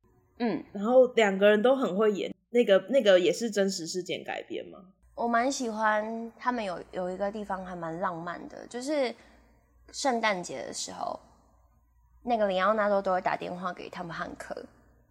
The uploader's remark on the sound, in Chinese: 直播節目會有一些現場音或不可抗力干擾請大家原諒我們QQ。這集是之前錄的，有些聲音銜接還是挺明顯的。目前是在Wave語音直播平台播出。